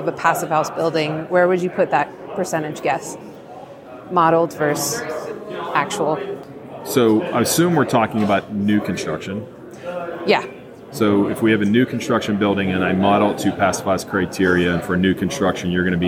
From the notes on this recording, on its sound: recorded at the Passive House Network Conference